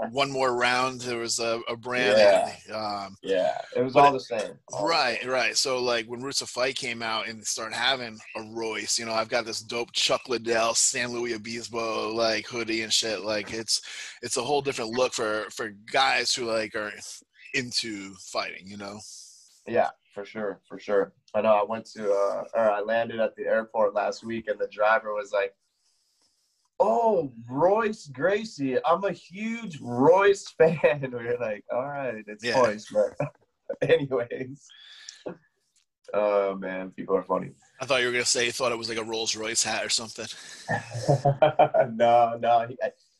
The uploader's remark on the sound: Zoomed with Bellator MMA Medical Director